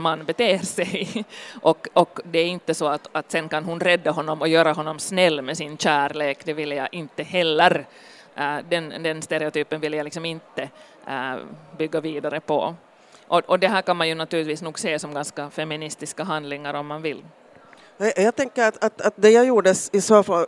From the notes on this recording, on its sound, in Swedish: Satt på scen under bokmässan i Helsingfors (27.10 2018), Finland. En live-inbandning alltså.